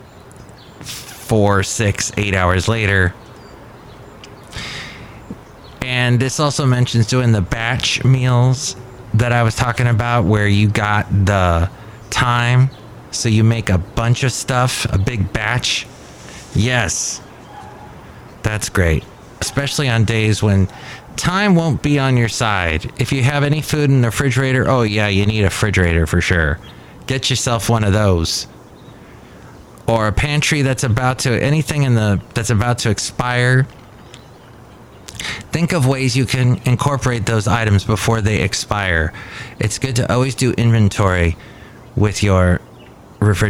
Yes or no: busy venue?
yes